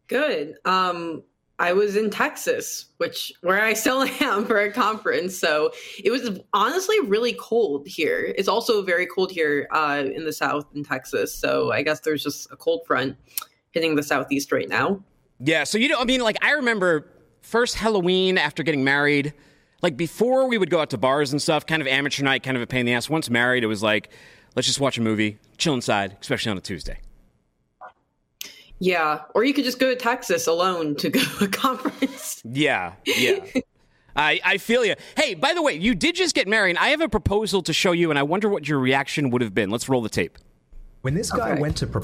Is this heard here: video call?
no